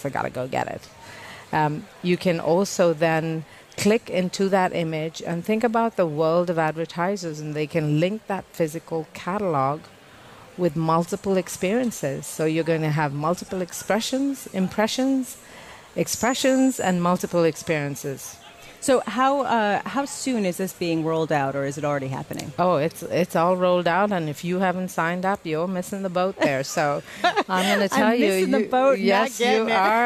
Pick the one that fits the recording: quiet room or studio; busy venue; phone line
busy venue